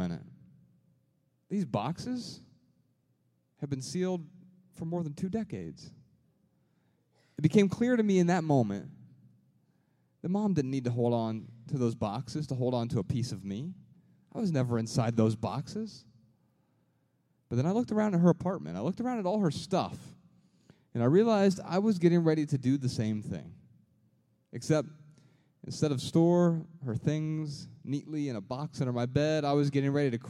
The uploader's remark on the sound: Answer questions in front of a sold-out crowd in Dallas.